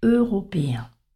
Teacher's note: il faut baisser l'intonation entre le E et le 1. Et on voit que la voix descend.